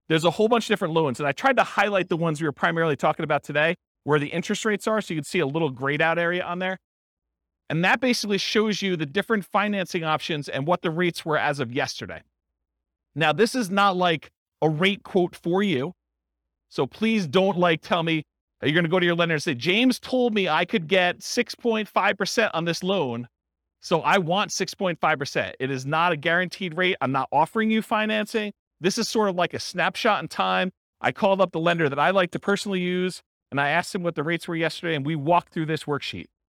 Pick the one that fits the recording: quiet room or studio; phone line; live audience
live audience